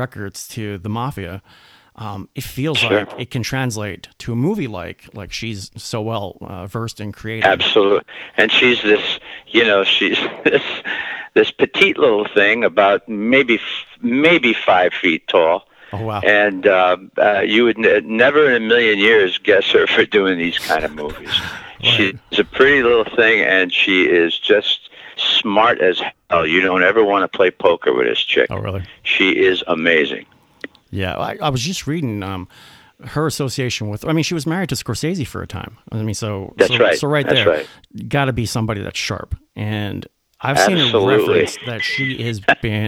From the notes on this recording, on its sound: conducted a phone interview